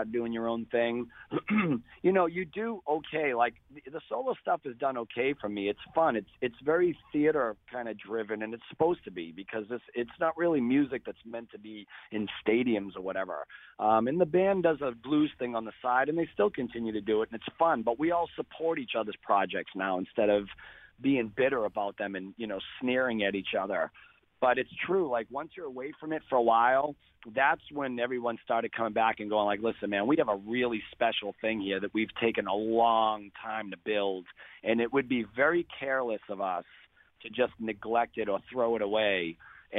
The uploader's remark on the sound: He called in today